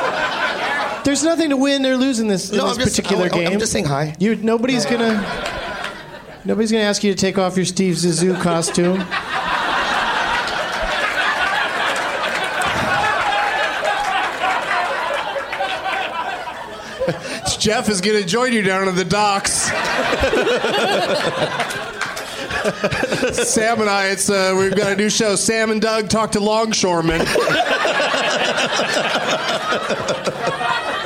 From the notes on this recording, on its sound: Live from Zanies in Nashville